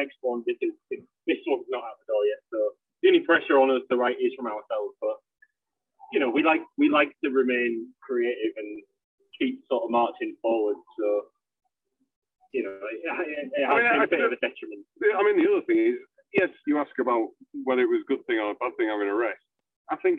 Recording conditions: phone line